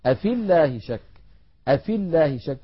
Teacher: أفي الله شك، أفي الله شك، التقى ساكنان، الأول ياء ساكنة في آخر الكلمة الأولى وأول الكلمة الثانية ساكن وهو اللام الأولى من اللام المشددة من لفظ الجلالة، فنسقط الياء من كلمة أفي من اللفظ، فنقول أفي الله شك، أفي الله شك بإسقاط الياء لفظا، هذا في حالة الوصل. أما لو وقفنا فلم يلتقي ساكنا فيعود المحذوف، فنقول أفي بإثبات الياء، هذا إن كان الساكن الأول حرف مد.